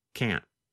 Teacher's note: Instead of pronouncing the T, your tongue just comes to a stop against the hard part of the roof of your mouth just behind the upper front teeth. · Term: held T